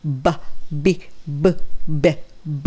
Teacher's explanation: b の音はバ、ビ、ベッボっていうふうに破裂した感じ